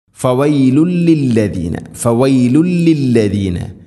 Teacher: തൻവീനിനെ ലാമിലേക്ക് ഇദ്ഗാം ചെയ്യണം, മണിക്കാതെ കൂട്ടിലേപ്പിച്ച് ഉച്ചരിക്കണം